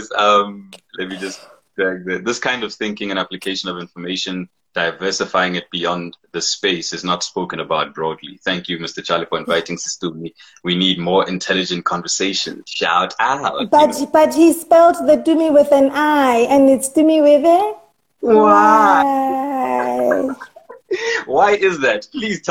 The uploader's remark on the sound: recorded on Instagram Live on the 9th of October 2020